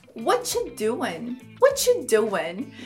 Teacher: a junção do What are you pode soar como Whatcha